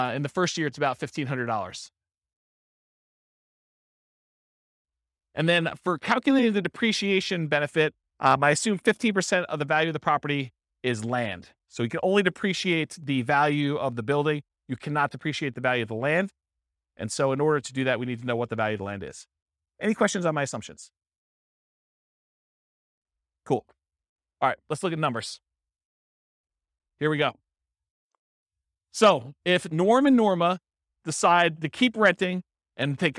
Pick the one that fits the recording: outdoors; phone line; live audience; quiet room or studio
live audience